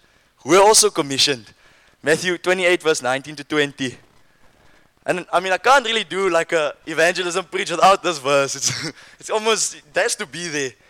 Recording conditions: live audience